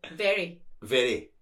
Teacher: Don't go up, go down.